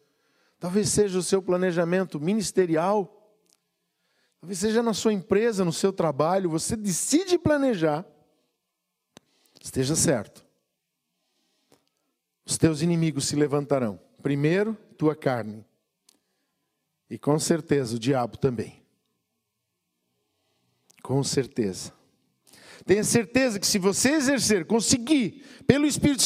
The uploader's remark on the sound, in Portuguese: em nosso Culto de Celebração, dia 07/06/2020 na Igreja ABA Blumenau (Transmitido ao vivo)